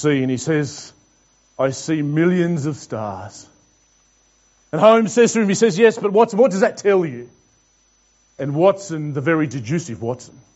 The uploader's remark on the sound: This message was preached to The Rock Christian Church on Sunday 27th June 2021.